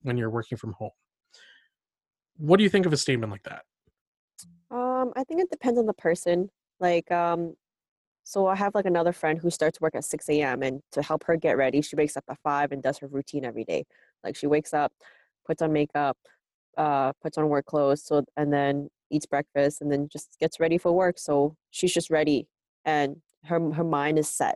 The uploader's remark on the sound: This podcast was recorded on Zoom